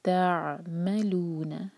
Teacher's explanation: عین پہ ہلکا ٹائم زیادہ دیتے ہیں تاکہ عین ٹھیک سے ادا ہو